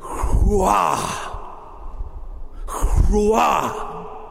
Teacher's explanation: when you say the word in Hebrew, you have to make it real breathy.